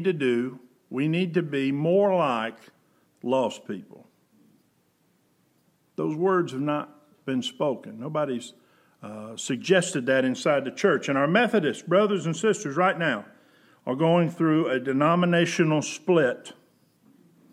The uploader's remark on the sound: Preached January 26, 2020 at General Baptist Church God's House of Prayer in Fairborn, Ohio